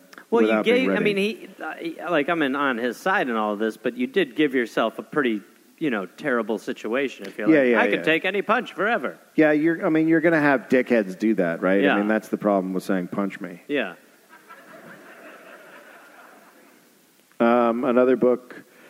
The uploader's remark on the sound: Recorded live at the Wilbur Theater in Boston